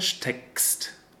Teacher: there's the small break before the K sound, like it is before double consonants, to emphasize them. · Term: clear K sound